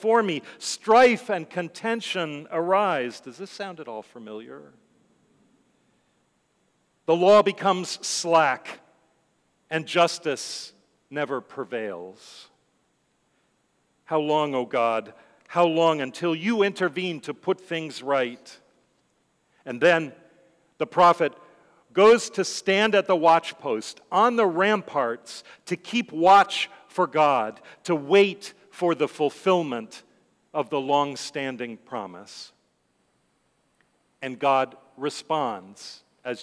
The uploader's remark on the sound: Sermons from Old South Church in Boston